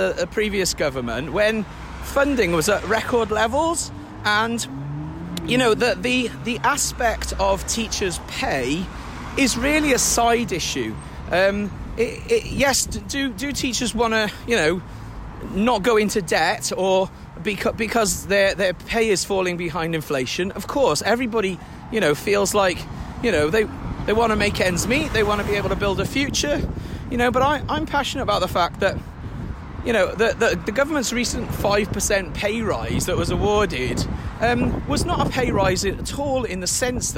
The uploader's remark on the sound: Recorded during strike action. Walking and talking. Picketing.